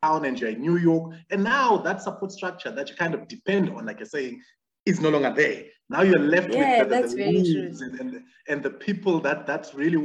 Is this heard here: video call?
yes